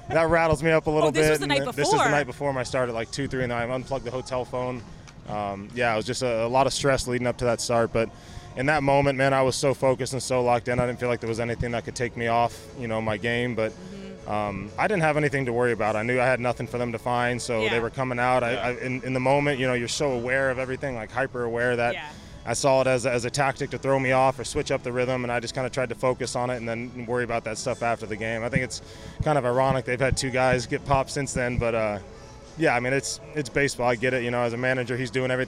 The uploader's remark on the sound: from the field at Petco Park after the Padres-Rays game on Friday night